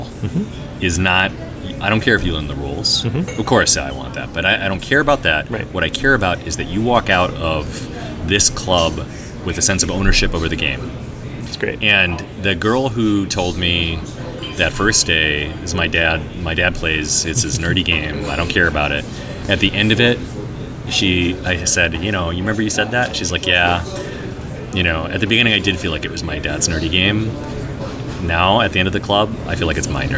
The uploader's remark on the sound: a live interview recorded at Gen Con 2019